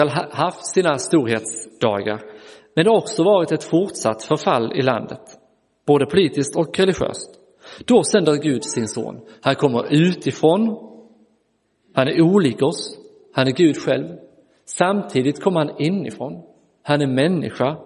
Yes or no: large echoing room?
yes